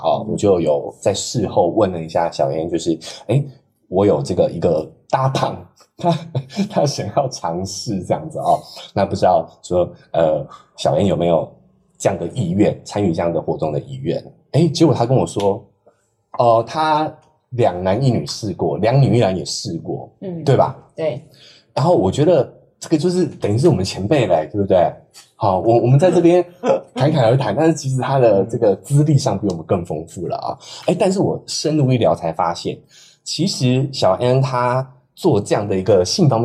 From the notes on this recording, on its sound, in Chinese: 今天是個“行”前說明會，大家破冰的同時、順便錄音所以…音質警告，錄製環境不佳。